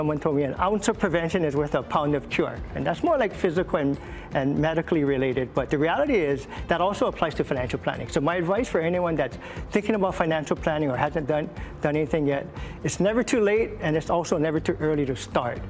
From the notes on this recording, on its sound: we’re live at Agnes' Portuguese Bake Shop in celebration of Malasada Day